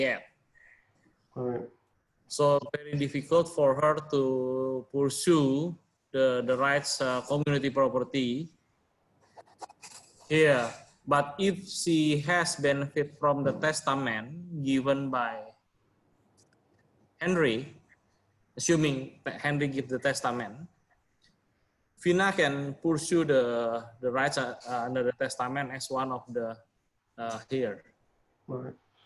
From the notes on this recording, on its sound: Virtual Round Table. Webinar audio recording dated 2 Jun 2020.